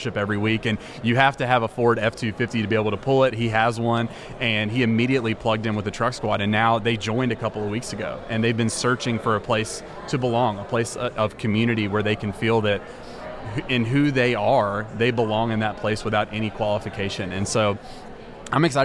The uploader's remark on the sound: This week we are recording at the Texas Annual Conference and we are joined by 3 pastors who are planting new churches!